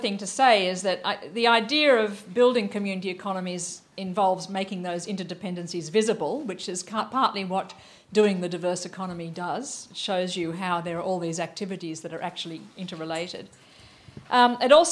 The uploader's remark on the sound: Lecture at WTM Forum 1